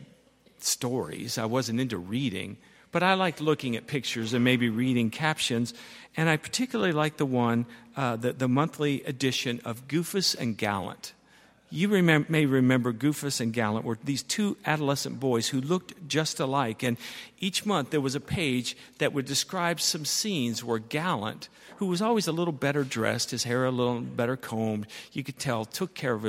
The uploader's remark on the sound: at Highland Baptist Church